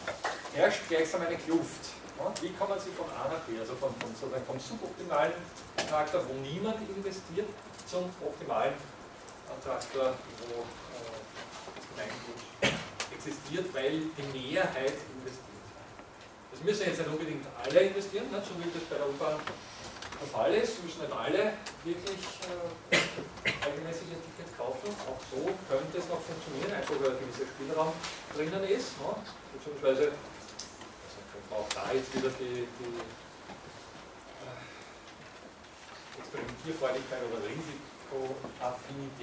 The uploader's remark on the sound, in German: Diese Vorlesung wurde von Studierenden aufgenommen